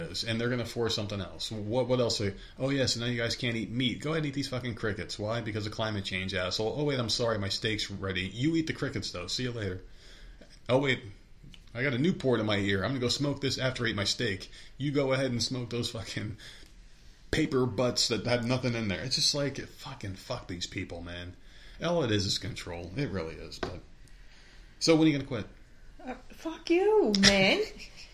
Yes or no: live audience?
no